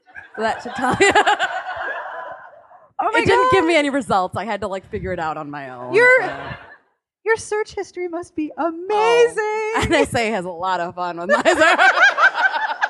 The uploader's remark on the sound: Thanks to Politics and Prose on the Wharf, I have the audio of the November 29, 2017, panel